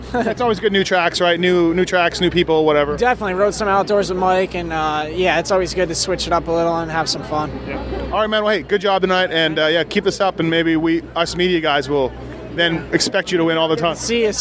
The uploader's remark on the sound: Seattle 2013 Post-Race Interviews